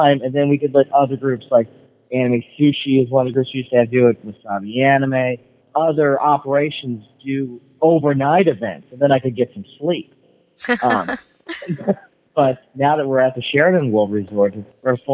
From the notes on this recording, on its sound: Our special guest (via a kind of flaky telephone line).